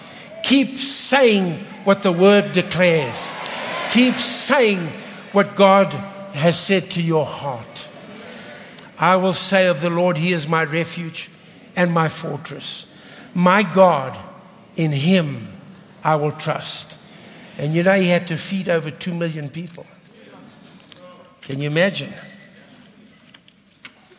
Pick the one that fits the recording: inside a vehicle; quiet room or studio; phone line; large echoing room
large echoing room